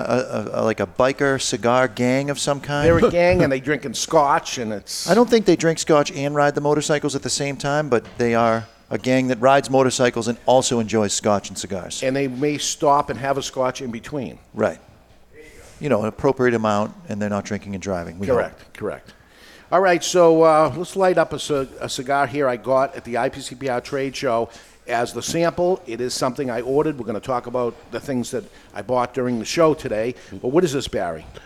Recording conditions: live audience